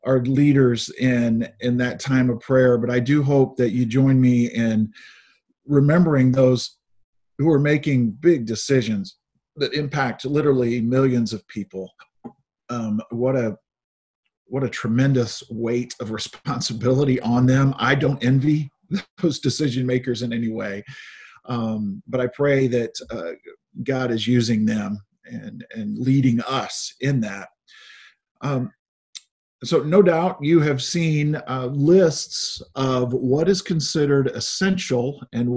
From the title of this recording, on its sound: Zoom Sunday